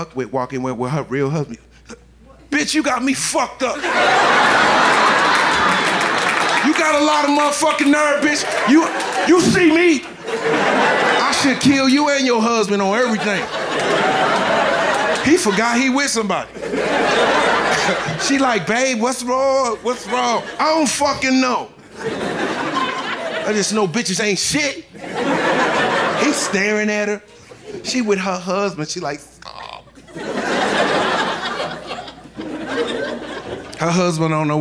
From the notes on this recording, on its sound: Live from Tribeca